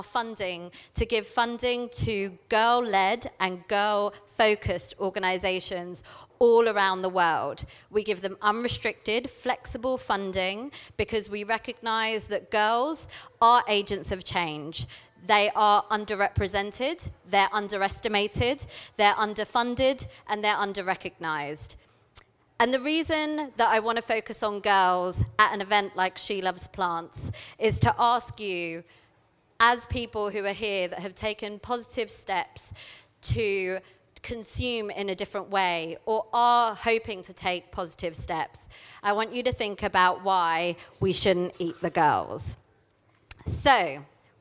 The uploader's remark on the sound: This talk was recorded at She Loves Plants 2019.